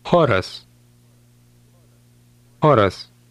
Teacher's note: The letter combination CH in Lithuanian is pronounced like the English letter H, but with more breath.